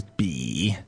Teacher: B-I, third tone, that's the low tone.